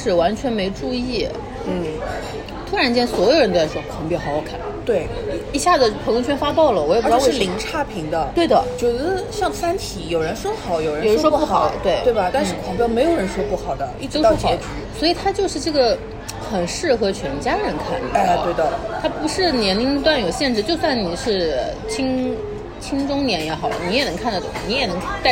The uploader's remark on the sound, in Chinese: 本次录制花费：Green & Safe 人均100多吧。